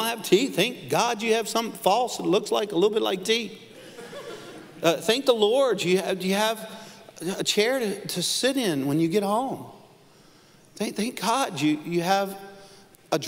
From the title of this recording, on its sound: Live at NLC Conway - July 12, 2020